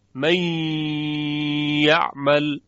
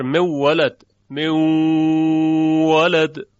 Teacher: غنه نون باقی مانده در ادغام، این ادغام رو بهش میگن ناقص · Term: ادغام ناقص